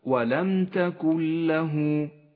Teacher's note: بعد ذلك حكم الإدغام بلا غنة في قوله تعالى ولم تكن له تكن له، النون الساكنة وبعدها حرف اللام، لونت النون بالرمادي لأنها تسقط من اللفظ، وشددت اللام التي بعدها